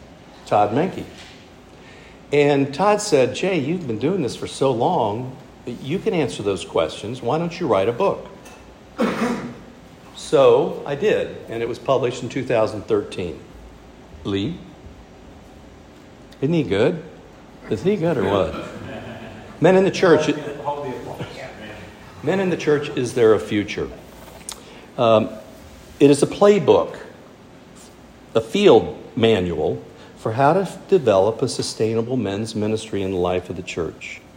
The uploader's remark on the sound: Speaking at our monthly "King's Men", Men's Ministry event.